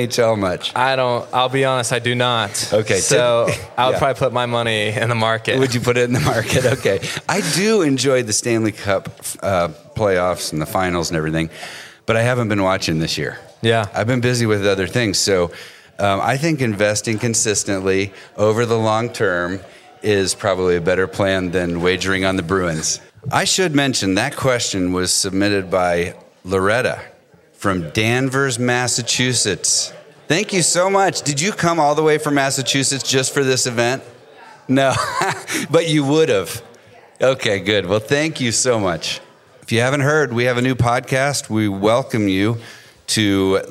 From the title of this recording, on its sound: Live from our 2023 Client Appreciation Event